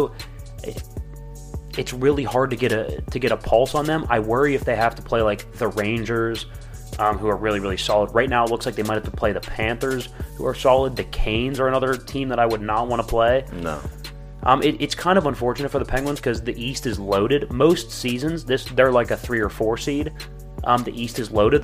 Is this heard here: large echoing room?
no